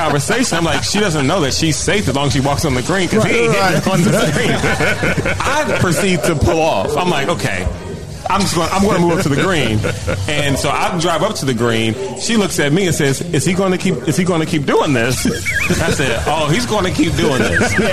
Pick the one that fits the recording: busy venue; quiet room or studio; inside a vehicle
busy venue